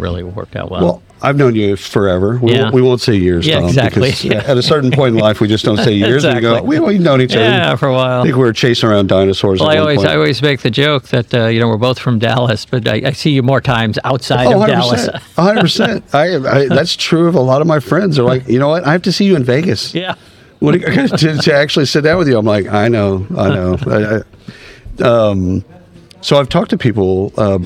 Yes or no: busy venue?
yes